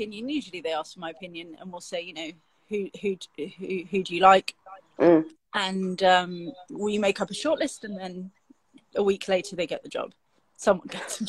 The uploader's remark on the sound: as part of our lockdown Instagram Live sessions